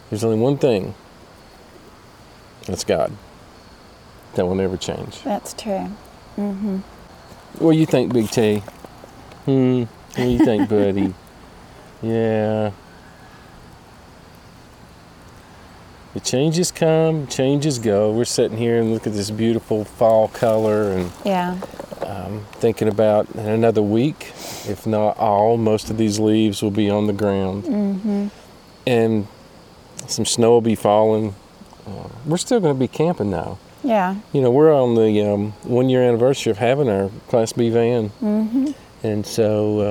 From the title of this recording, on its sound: Fireside Chat from Adventure Bound campground in the Smokies!